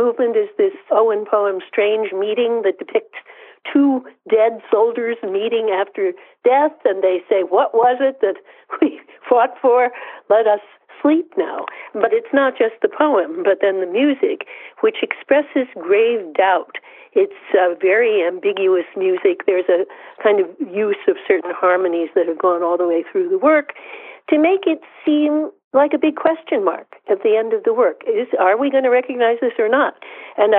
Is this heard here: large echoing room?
no